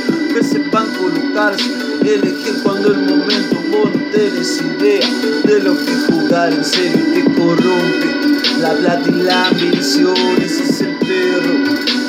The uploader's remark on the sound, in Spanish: Grabación casera con celular.